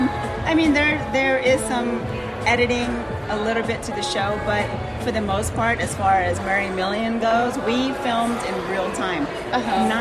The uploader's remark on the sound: Super fun episode LIVE from the gorgeous Cosmopolitan Hotel Las Vegas.